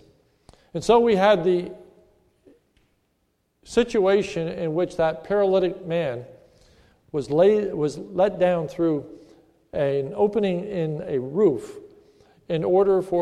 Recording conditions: large echoing room